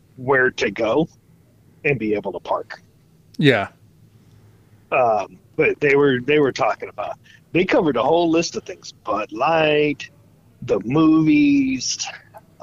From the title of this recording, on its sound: On the phone